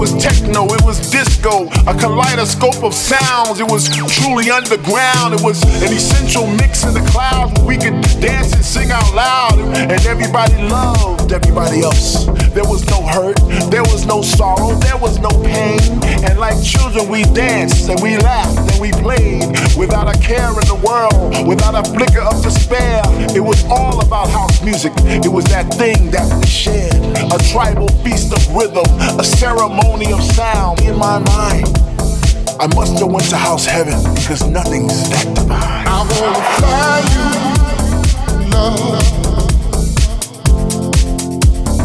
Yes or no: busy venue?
yes